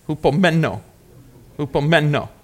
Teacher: Emphasis on the third syllable.